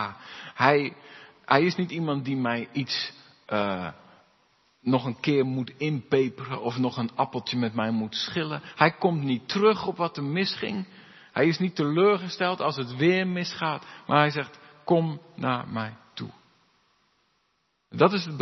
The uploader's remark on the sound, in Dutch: De preek is op 1 mei opgenomen in de De Hoeksteen in Haren